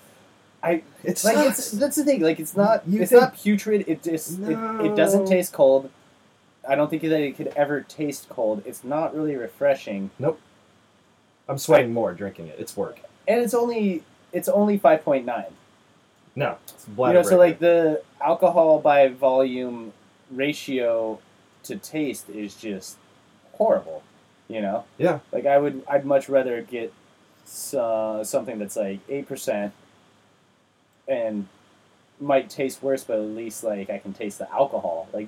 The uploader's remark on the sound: Sorry about the shit audio.